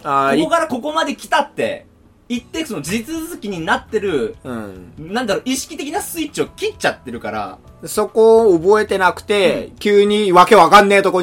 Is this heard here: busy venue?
no